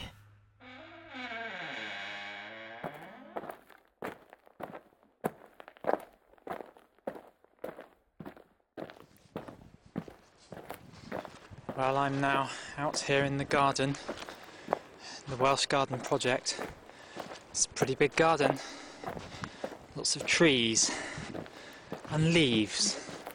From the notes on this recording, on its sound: A lot of which was recorded in the woods in the Animal Council Clearing.